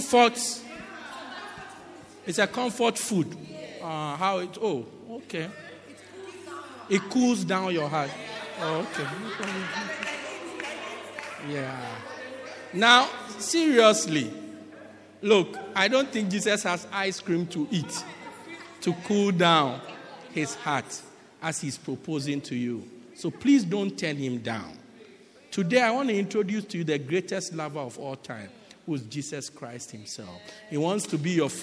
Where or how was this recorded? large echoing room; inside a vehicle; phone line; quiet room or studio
large echoing room